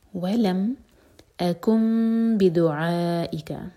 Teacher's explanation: ولم اکم بدعائک، ورڈ تھا اکن لیکن نیکسٹ ورڈ با سے شروع ہو رہا ہے، تو جب بھی ایسا ہوتا ہے تو نون میم میں چینج ہوتا ہے، اس کو کہتے ہیں اقلاب، تو ہم نون کو نہیں پڑھیں گے بلکہ میم کو پڑھیں گے اور میم کو ہولڈ کریں گے دو سیکنڈس